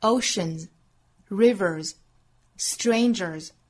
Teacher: 所以后面加的这个 s 呢全部都读浊辅音。